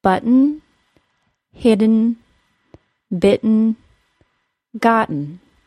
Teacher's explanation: there is no vowel sound between the T sound and the N sound in the words button, hidden, bitten, gotten · It's called a syllabic N because there's no vowel sound in that short, unstressed syllable, just an N sound.